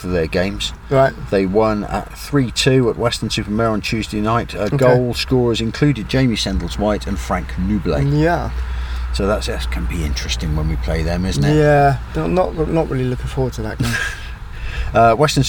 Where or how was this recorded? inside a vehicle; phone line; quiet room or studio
inside a vehicle